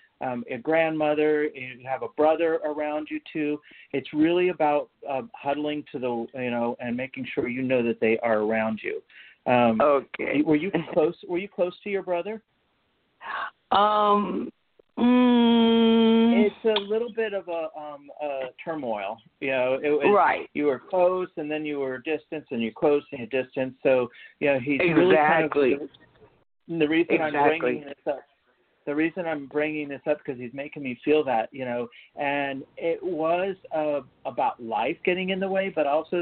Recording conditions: phone line